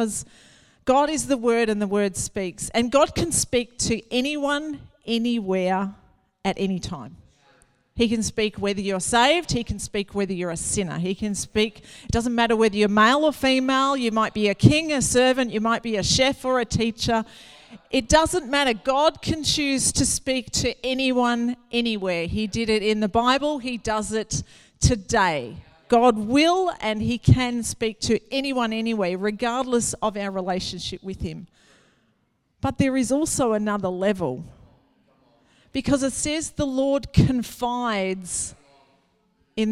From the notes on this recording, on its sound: Recorded at Neuma Church Melbourne South in Melbourne, Australia.